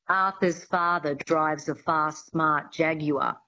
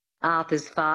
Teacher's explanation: getting that reduction of the mouth and the lips, the sound falling back into the throat, the flatness of the Australian accent